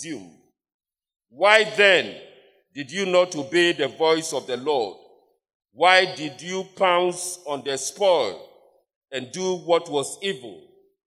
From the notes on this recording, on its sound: Sermon preached at CBC Shiashie Campus